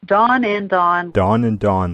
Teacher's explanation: It's called the low back merger because we consider those low back vowels, the ah and the ah.